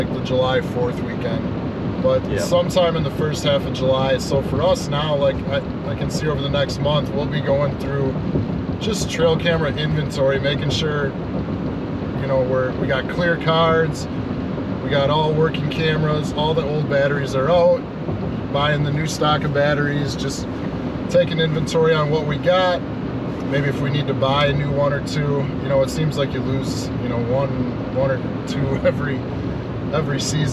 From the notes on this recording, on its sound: Driving home from a week long Canada fishing trip